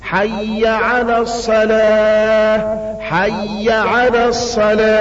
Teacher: حي على الصلاة، مد طبيعي، حركتين اتنين